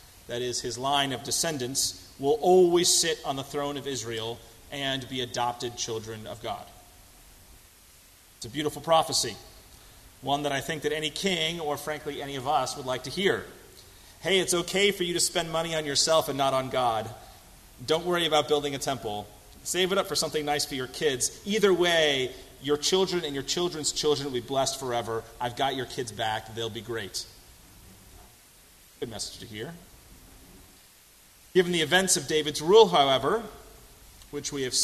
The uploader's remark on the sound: on July 15, 2018 at First Congregational Church of Houston.